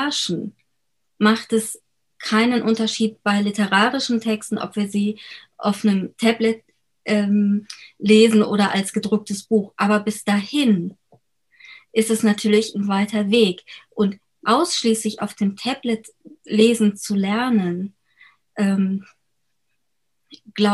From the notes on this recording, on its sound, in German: Über Zoom im virtuellen Literaturhaus Frankfurt miteinander und mit dem Publikum verbunden. Die Fragen aus dem Publikum zum Ende des Gesprächs.